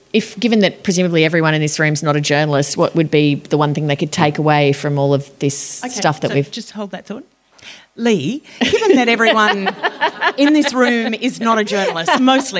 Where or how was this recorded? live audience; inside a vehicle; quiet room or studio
live audience